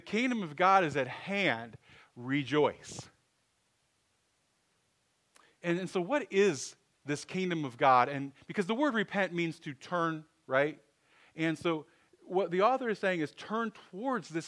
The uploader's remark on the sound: Sermon audio from 11/26/23